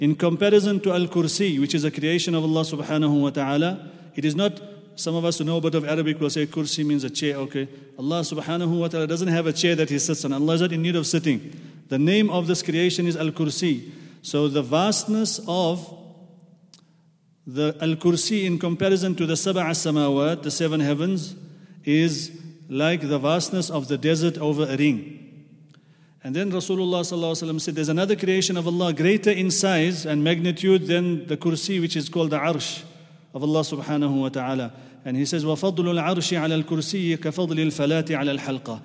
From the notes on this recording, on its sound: at the Houghton Masjid (West Street)